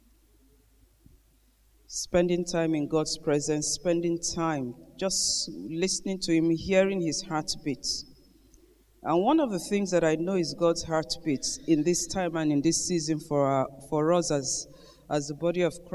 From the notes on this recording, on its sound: Gathering of Eagles Conference Day 2 Morning Session.